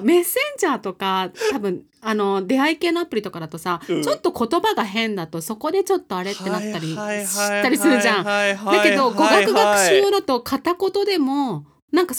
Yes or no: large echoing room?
no